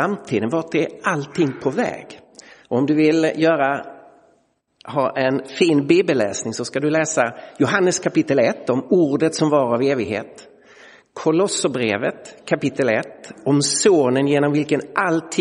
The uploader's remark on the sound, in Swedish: Inspelad i Roseniuskyrkan.